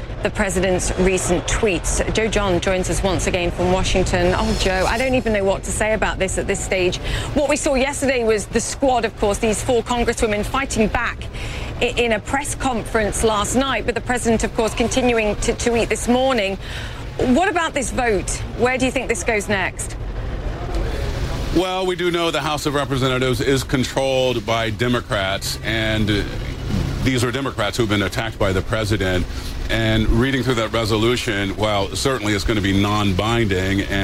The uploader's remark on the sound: live from the New York Stock Exchange